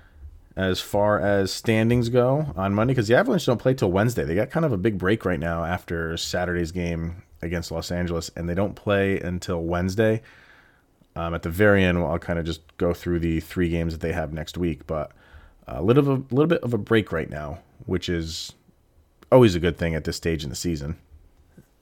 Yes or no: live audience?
no